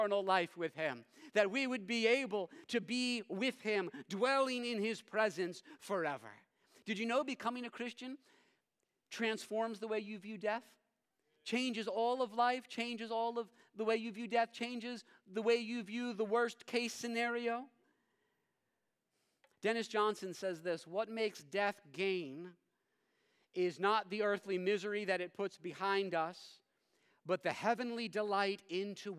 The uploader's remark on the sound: preached this sermon at Covenant Fellowship Church on March 26, 2023